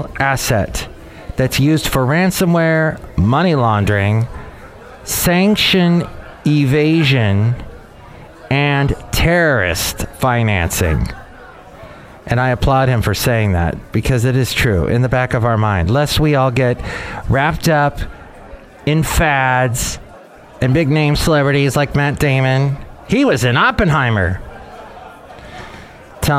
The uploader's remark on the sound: podcasts live from Café Anyway